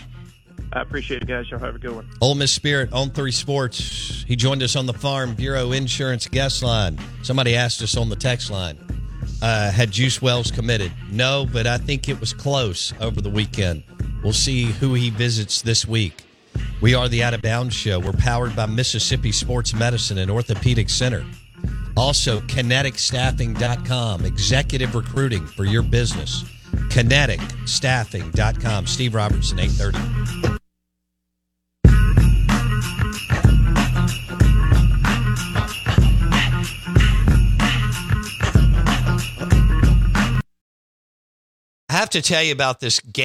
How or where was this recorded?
phone line